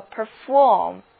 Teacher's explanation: 注意重音在第二个音节，读作 perform